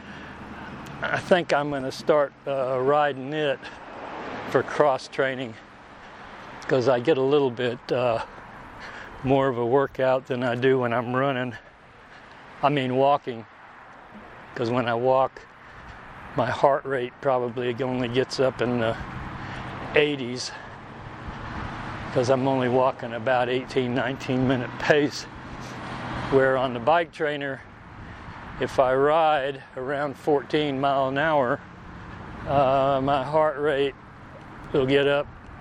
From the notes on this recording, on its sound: Today I am walking at Mountain Park Park and doing my usual rambling on.